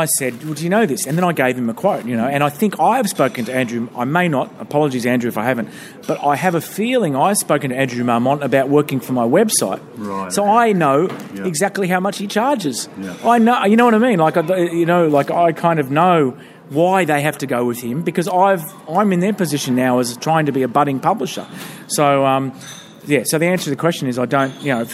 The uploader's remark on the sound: at the Hilton Hotel in Manchester (the quietest place we could find near the station)